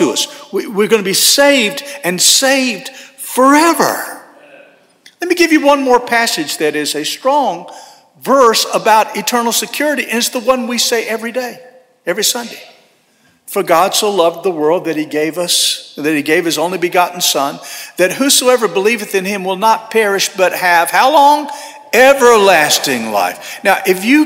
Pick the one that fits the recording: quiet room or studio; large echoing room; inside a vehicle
large echoing room